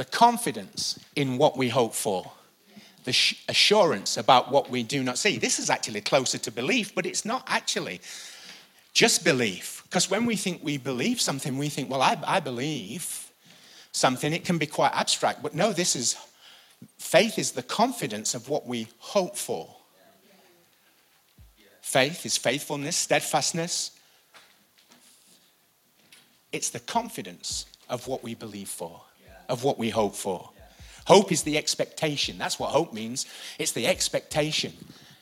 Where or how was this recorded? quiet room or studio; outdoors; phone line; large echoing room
large echoing room